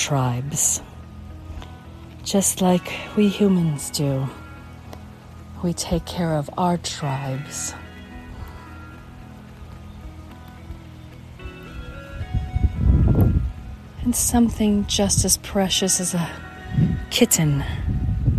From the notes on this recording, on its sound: One Minute Calm: Walk and Talk